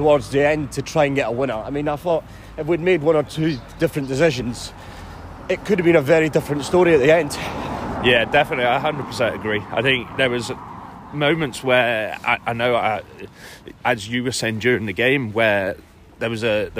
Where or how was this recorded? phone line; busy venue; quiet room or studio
busy venue